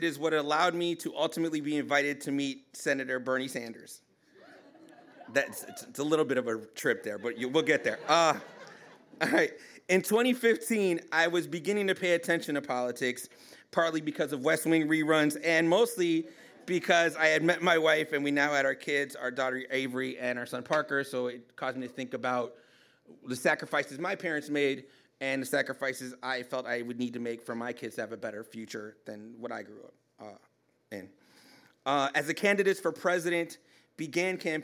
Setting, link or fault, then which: setting, live audience